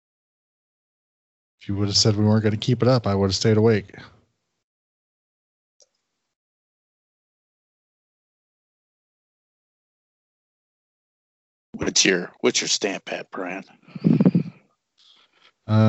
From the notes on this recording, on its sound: Technical Issues Abound! Buffering.